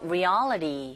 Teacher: 자, reality 해도 되고 reality라고 해도 되고 자 철자는 y로 끝났지만 지금 모음인 e와 i죠 철자로 볼 땐 그리고 y라는 이 철자는 자음이지만 소리는 ee 두 가지 다 모음입니다. 이 모음과 모음 사이에 t 사운드 끼게 되면 어떻게 변화하죠? 이제는 뭐 자동적으로 여러분들도 그렇게 발음하실 수 있을 것 같아요. r 소리로 변하게 되고 그렇게 들리게 됩니다.